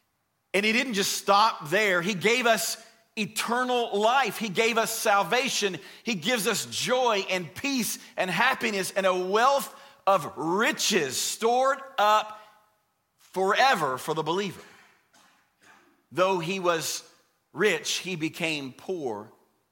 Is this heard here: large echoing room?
yes